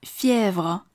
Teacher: f 是一个轻辅音，声带不用努力地震动 · IPA: [fjɛvr]